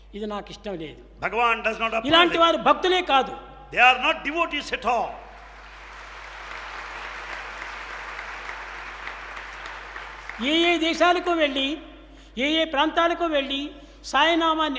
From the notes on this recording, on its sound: The discourse was originally delivered on 22 Jul 2002 during the International Seva Conference at Prasanthi Nilayam.